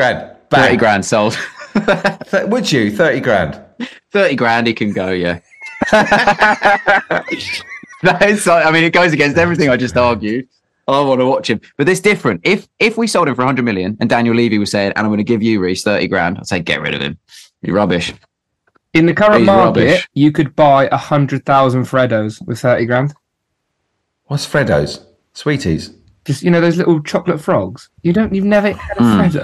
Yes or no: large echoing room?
no